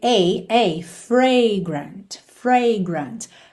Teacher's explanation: percebe que esse som da primeira letra A é o A aberto